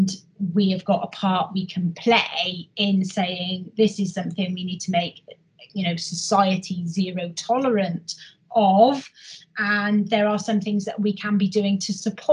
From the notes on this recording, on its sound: we held another virtual HR Insights webinar in November